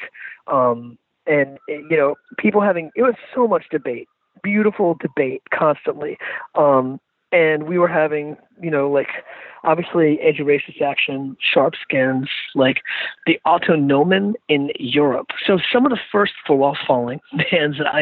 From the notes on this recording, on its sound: jumped on the phone with me